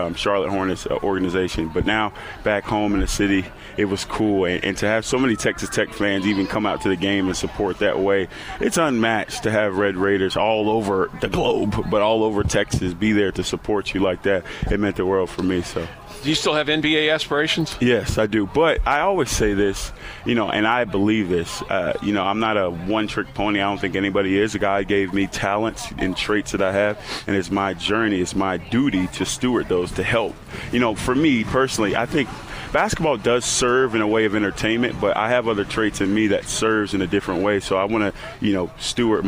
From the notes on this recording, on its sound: while on location at the Tee off for Kids Covenant Golf Tournament